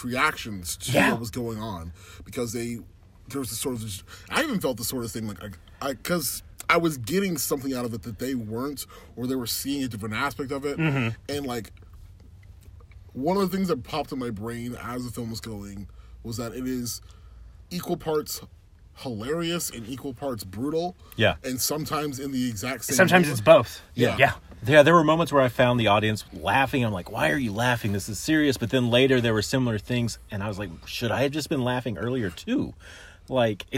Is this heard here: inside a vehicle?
yes